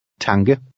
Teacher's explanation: The Danish K sometimes sounds like a cross between a K and a G.